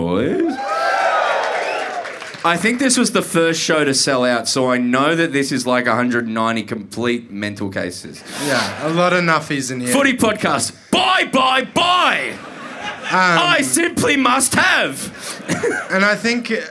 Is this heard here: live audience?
yes